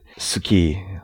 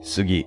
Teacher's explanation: unvoiced consonants become voiced · Shown in: second take · So you'd suki, meaning you like something, becomes sugi, which is cedar in other dialects.